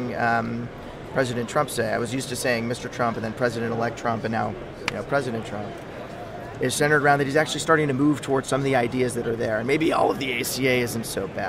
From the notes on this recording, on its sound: LIVE From #HIMSS17